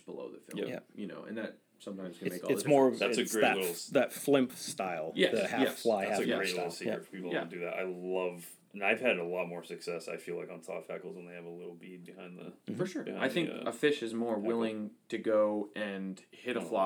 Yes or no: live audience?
no